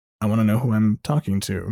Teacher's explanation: There's this rasp and sort of like bass to it, but not like a Tony Todd bass. It's just sort of a rasp and a sort of baritone sound.